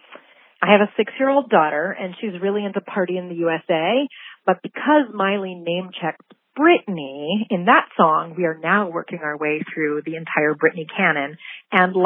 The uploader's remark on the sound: Call-in Special. We asked you, our listeners, and got some downright awesome suggestions in return.